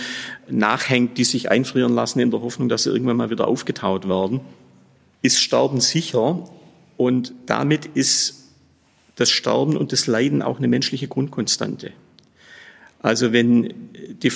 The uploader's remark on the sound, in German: in der Kapelle des Trinitatisfriedhofs Dresden